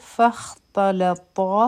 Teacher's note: اولنې حرف چې دی دا به نری وایو او طا به غټ وایو. د دواړو مخرج یو دی لیکن صفات یې مختلف دي